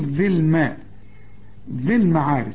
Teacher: فساكن جنب ساكن بتخلص من الساكن الاولاني عند الوصل، اقول ذي الماء ذي المعارج، يعني بشبك الذال مع اللام على طول ذي المعارج.